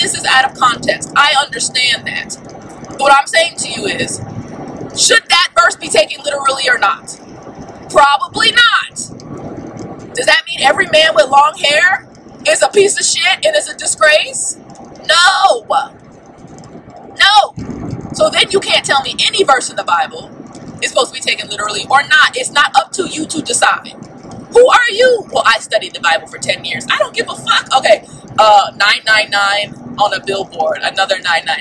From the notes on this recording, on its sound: I want to apologize for the sound quality being so awful. Recording in my car would create horrible sound quality. I tried my best to take out some of the background noise.